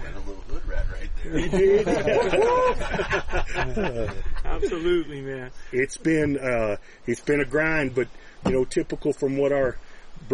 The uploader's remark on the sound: We are live from the ElkBros Elk Adventure Camp 2023! During an actual late September elk hunt.